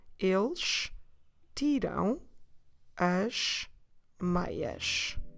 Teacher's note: So notice that when we have tiram as, try not to split these two words apart.